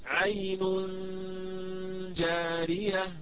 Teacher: أضم الشفتين عند ضمة العين، عين، ثم أرجعها عند الإخفاء عند الغنة، عين نون، وآتي بالغنة المطولة.